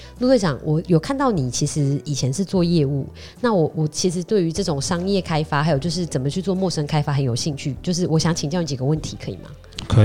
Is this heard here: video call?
no